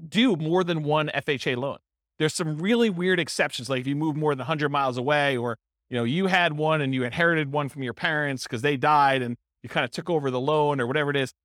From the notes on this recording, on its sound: This was a live class recorded